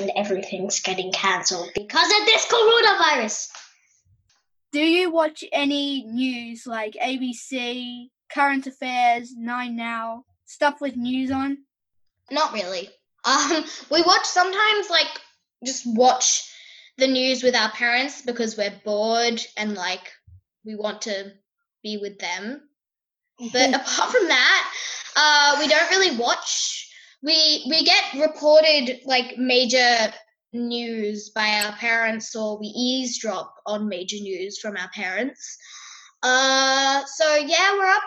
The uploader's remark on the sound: Via Zoom from Sydney and Melbourne.